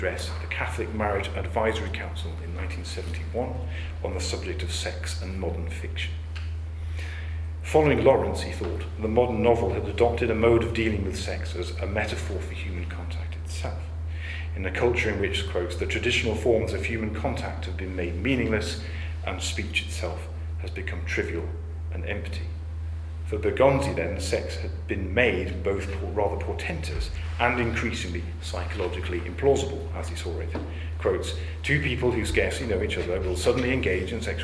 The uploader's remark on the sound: The audio recording of a public lecture given at the University of Chichester. As part of a study day at the Iris Murdoch Research Centre. To the audience for a very engaged and stimulating discussion afterwards.